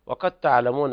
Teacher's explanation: إدغام فيه تجانس بين الدال والتاء ومتفق على إدغامها.